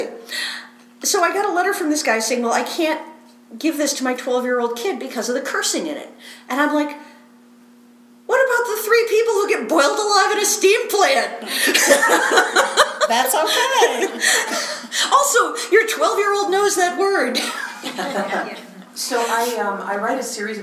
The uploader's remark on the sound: This episode is LIVE FROM PHOENIX COMICON